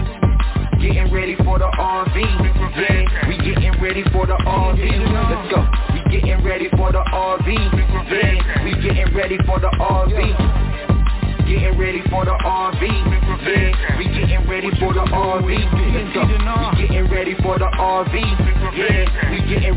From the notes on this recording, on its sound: TNTSuperfantastic Conference Call